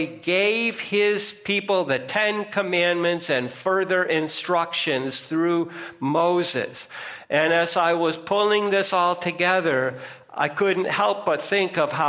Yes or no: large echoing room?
yes